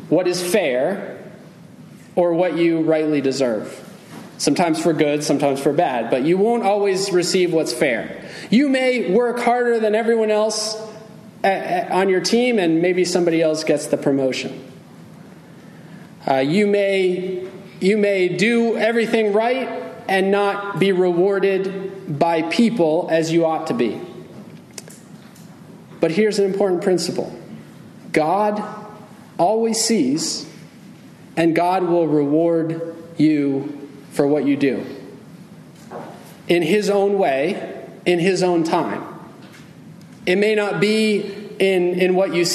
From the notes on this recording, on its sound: Message delivered Sunday, July 9, 2023 at Mt Carmel Primitive Baptist Church, Bel Air, Maryland.